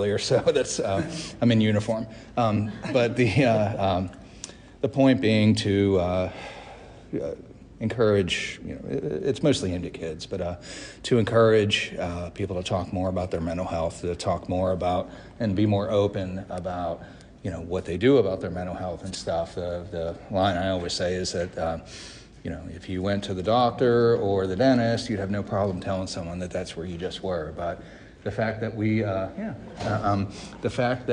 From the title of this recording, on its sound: Live from our 100th Episode Party!